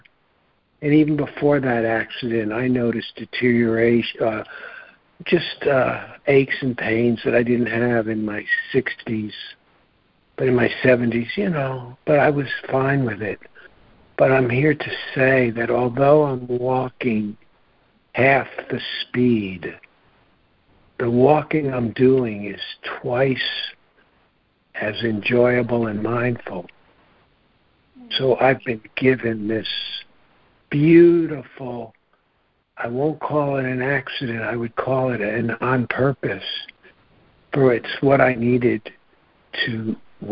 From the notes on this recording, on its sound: ACIM Daily Conference Call